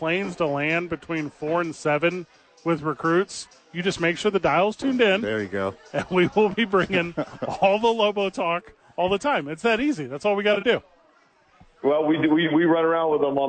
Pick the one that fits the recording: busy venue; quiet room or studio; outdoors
busy venue